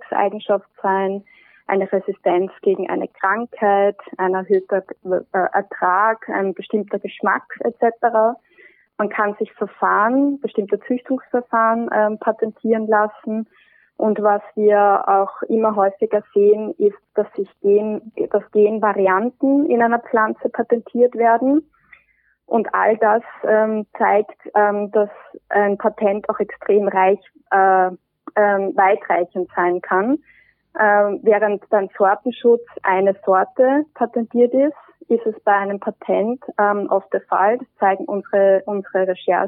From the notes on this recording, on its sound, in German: Leider musste das Präsenzinterview verschoben werden – entschuldigt die unterdurchschnittliche Telefon-Audioqualität.